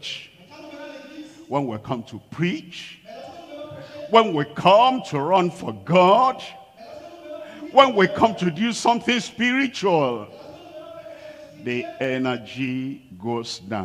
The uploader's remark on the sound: live from Lomé, Togo